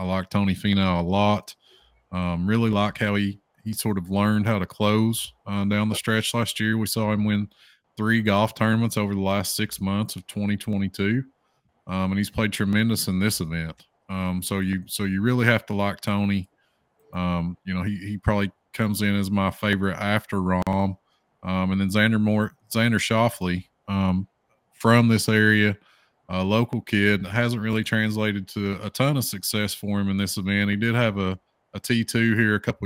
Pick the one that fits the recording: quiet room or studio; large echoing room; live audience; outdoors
outdoors